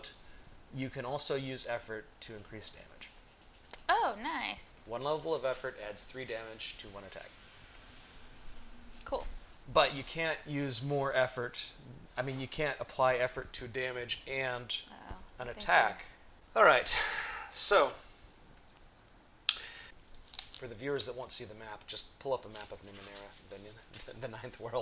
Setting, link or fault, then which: fault, background noise